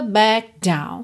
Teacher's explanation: Então, seria backed, backed, terminando no D. Down, que é a próxima palavra, já começa em D, você junta tudo num D só.